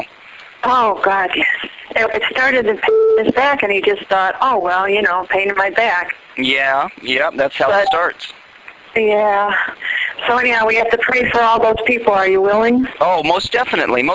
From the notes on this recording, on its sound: RBCP's Personal Prank Phone Calls Collection